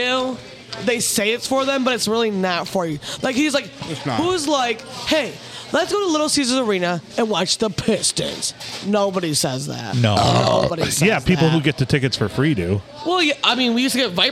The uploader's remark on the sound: Recorded on a Sunday night with a full crew at a busy bar, thanks to the Blue for having us!